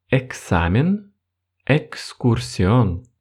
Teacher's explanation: Следующая буква – X. Визуально она напоминает русскую букву «х», но только звук должен быть «кс» · Term: звук «кс»